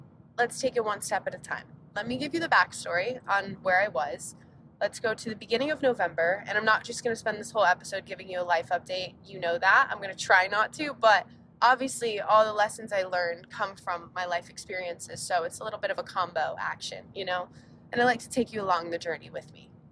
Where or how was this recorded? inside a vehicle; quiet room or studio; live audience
inside a vehicle